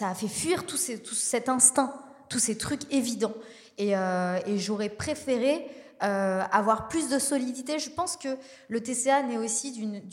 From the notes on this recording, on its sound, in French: Cette semaine nous sommes en LIVE à la Villa Yora. Enregistré en public pour la première fois.